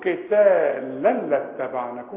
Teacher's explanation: التنوين اللي بعده لام إدغام كامل لكن بدون غنة